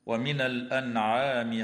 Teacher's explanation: إظهار حلقي للنون الساكنة عند حرف العين في كلمة الأنعام